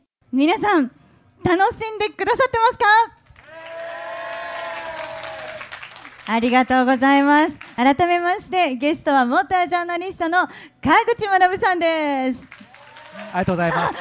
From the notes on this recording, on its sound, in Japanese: ル・ボラン カーズミート 公開収録。毎年恒例のヨコハマ赤レンガ倉庫前広場で開催される、「ル・ボラン カーズミート」。今年も公開収録を行ないました。当日は、たくさんの人が来場してくれて、とてもテンション上がりました。